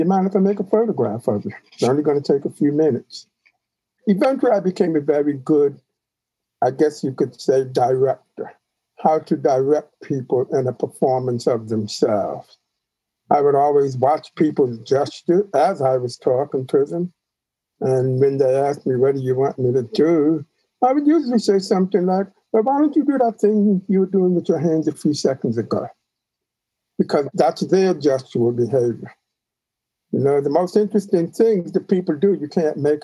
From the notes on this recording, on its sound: by Zoom